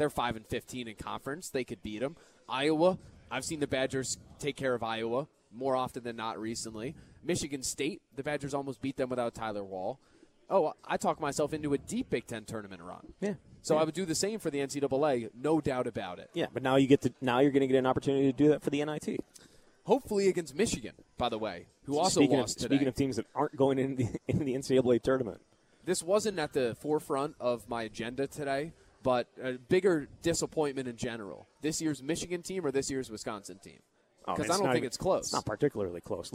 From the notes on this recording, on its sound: live at Monk's in Sun Prairie